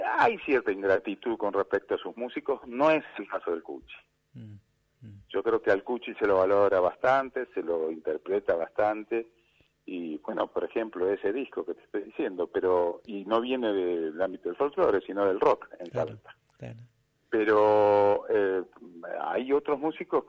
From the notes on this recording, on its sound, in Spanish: Esta emisión nos trae una entrevista telefónica.